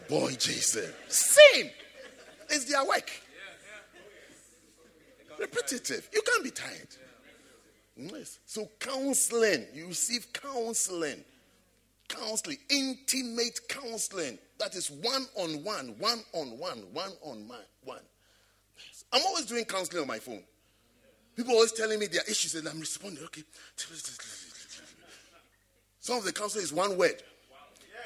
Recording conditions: large echoing room